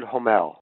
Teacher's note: That's David Homel, H-O-M-E-L. The O is long, and the stress is on the second syllable.